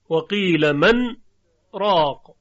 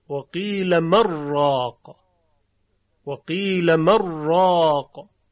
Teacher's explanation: در روایت حفص نون ادغام نشده در را بلکه سکت آمده · Shown in: first take · البته به یکی از وجوهش.